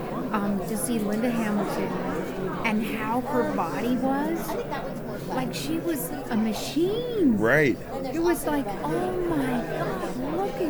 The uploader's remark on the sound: Live At Pittsburgh's Horror Realm Con